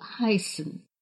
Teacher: начинается с придыхательного звука «х». Этот звук принято называть hauchlaut.